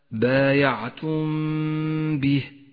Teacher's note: الشفوي في قوله تعالى بايعتم به الميم الساكنة وبعدها حرف الباء تخفى الميم بالباء مع بقاء غنة للميم زمنها حركتان · Term: الإخفاء الشفوي